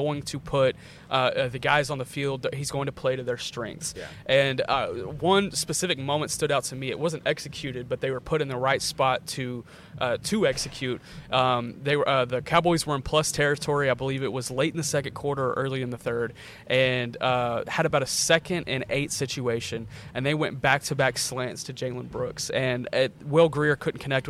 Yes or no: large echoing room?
no